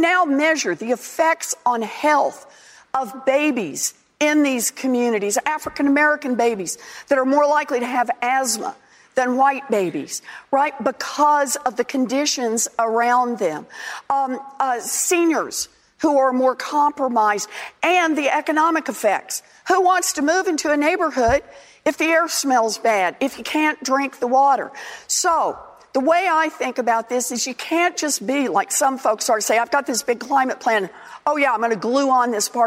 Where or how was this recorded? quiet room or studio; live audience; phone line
live audience